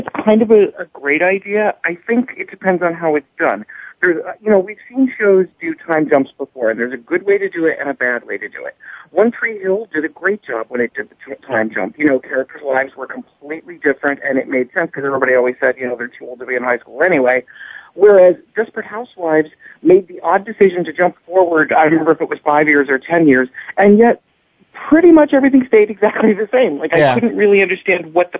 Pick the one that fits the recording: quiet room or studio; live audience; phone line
phone line